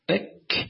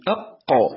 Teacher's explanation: يجب أن يكون هناك تسفل في الكاف، تسفل يعني أسفل، واستعلاء في القاف يعني إلى الأعلى تكون القاف، يعني أق أك أق أك أق أك، هذه القاف إخواني الكرام والكاف.